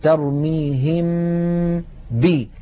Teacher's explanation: لما نبدأ بنطق الباء لا غنة في هذه الباء، بل الغنة باقية في الحرف الأول وهو الميم · Term: الإخفاء